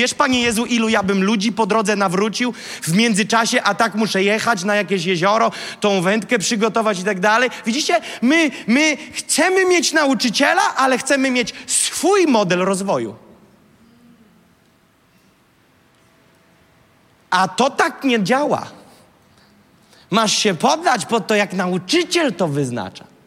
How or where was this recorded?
large echoing room